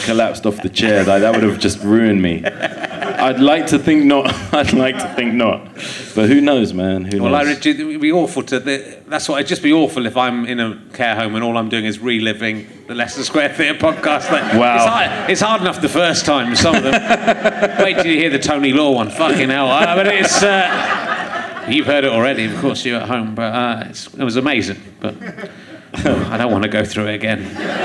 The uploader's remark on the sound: Leicester Square Theatre Podcast. Interviews a member of his audience.